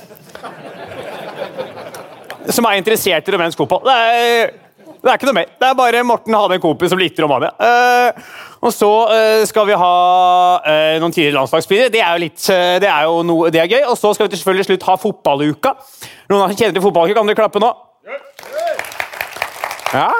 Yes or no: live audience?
yes